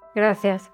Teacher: Keep an ear out for the accent from Spain, where the C that sounds like an S is pronounced with a TH sound